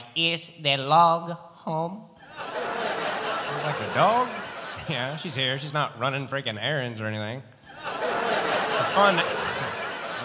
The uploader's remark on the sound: Live at the SouthPoint Casino